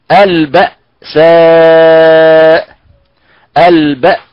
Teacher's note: في هذه الكلمة البأساء البأساء، إذا هنا قلنا الباء ونقول مثلا كذلك رأ أقول رأ، فننتبه إلى التخلص من تفخيم الهمزة ولو بنسبة واحد في المليون